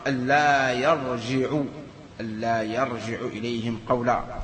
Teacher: أن هنا نون ساكنة أدغمت في اللام، واللام كما ترونها مشددة، فيها النون مدغمة في اللام، فهكذا تنطق وتقرأ تكتب ألا يرجع.